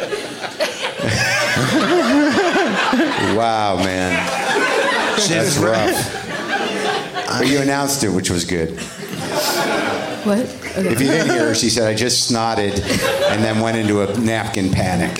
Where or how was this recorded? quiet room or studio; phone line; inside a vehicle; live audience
live audience